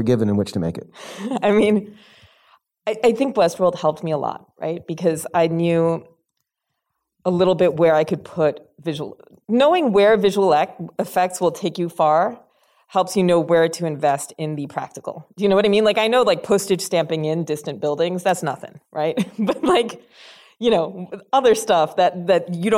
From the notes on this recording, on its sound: in a Q&A at the DGA theater in Los Angeles.